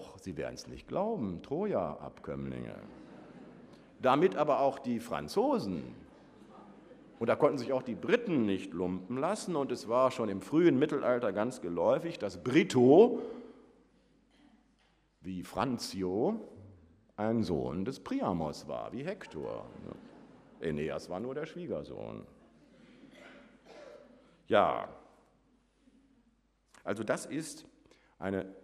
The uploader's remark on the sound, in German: Vortrag im Rahmen der Samstags-Uni.